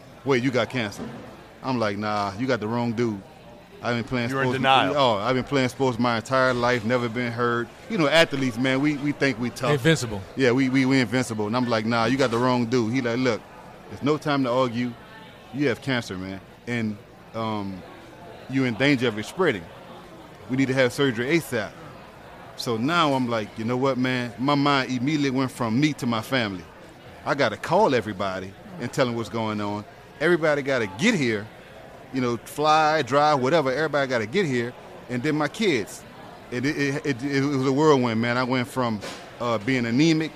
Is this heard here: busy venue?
yes